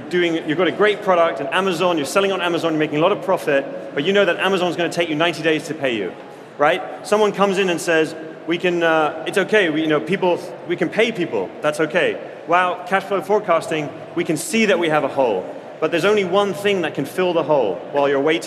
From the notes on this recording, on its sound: Live at Xerocon. A live panel at Xerocon London 2019.